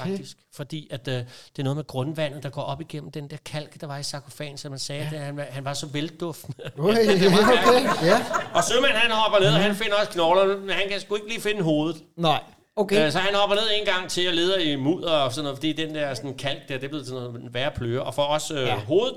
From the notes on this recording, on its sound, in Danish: Optaget live i Kulturium, Ishøj.